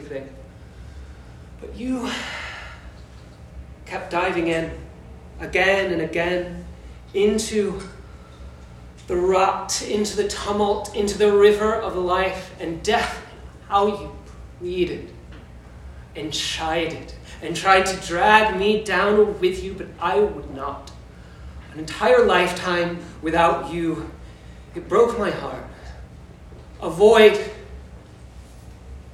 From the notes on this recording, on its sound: Performed Live on the night of Saturday, October 22nd, 2022 at No Tomorrow Gallery in Underground Atlanta.